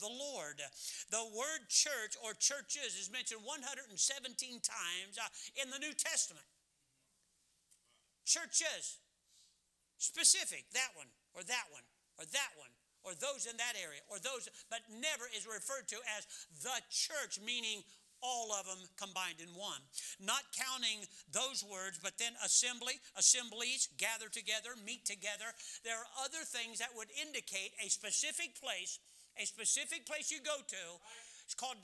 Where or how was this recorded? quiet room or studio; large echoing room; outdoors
large echoing room